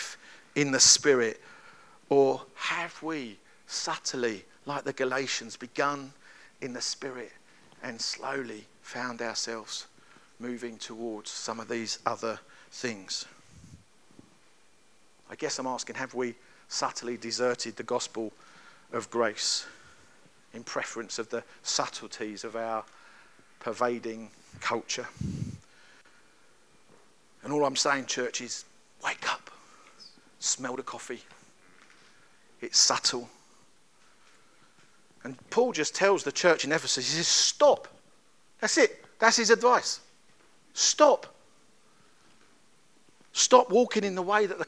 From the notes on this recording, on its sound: At Kings Church, Cockermouth, as an audio file.